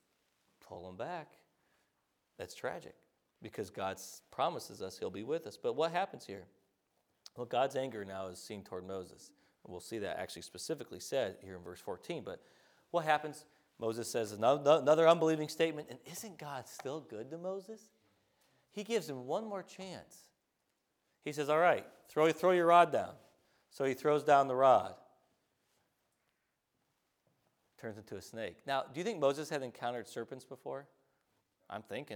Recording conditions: large echoing room